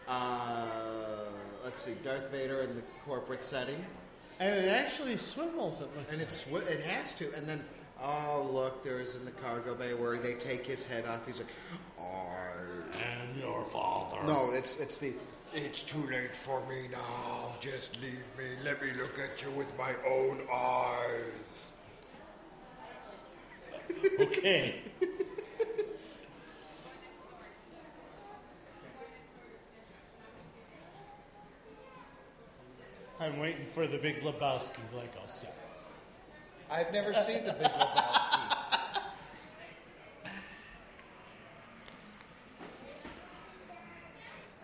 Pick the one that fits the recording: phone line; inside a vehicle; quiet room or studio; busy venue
busy venue